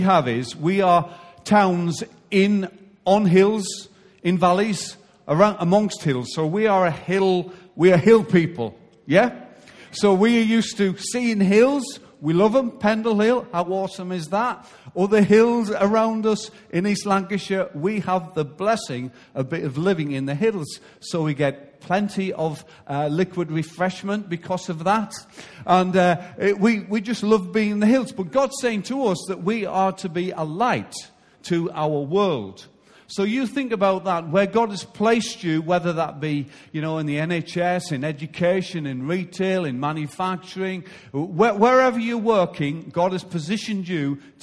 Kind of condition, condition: setting, large echoing room